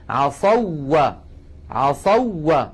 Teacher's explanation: عصوا آخرها واو ساكنة قبلها مفتوح، يعني ليست حرف مد. نحن قلنا في درسنا الماضي إذا اجتمع مثلان والأول ساكن وجب الإدغام إلا أن يكون الأول من الحرفين حرف مد، فهنا كان الأول واو ساكنة لكن قبلها مفتوح، ليست حرف مد، لذلك الإدغام حاصل.